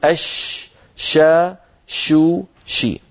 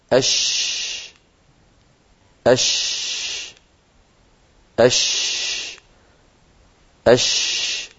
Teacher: التفشي هو انتشار صوت الشين من مخرجه حتى يصطدم بالصفحة الداخلية للأسنان العليا والسفلى